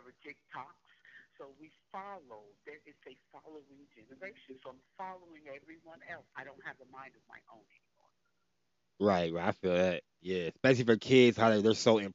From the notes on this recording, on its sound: Had two guest over the phone today